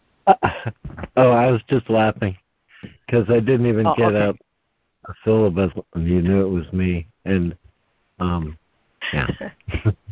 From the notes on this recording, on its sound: Daily Conference Call